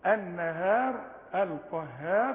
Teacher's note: الهاء ما تفصلوش فيها، مرققه دائما.